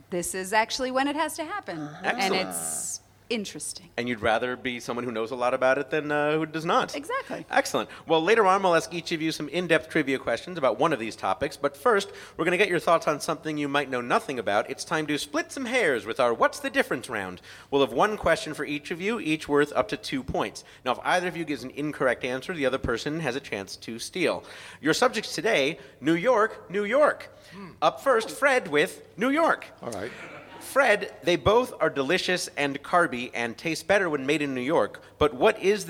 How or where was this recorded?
busy venue